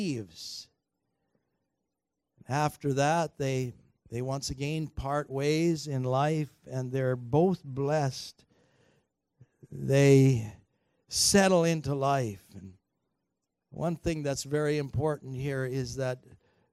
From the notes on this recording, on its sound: Recorded on June 9, 2019 at THRIVE Church Vancouver, Canada